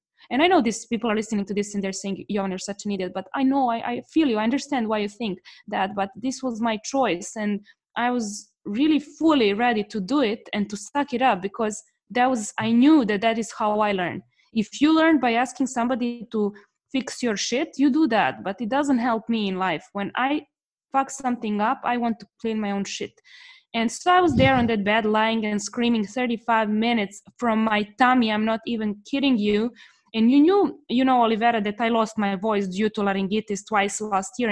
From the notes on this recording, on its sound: Recorded live in a free webinar organized by my online school for Business English - English for Success.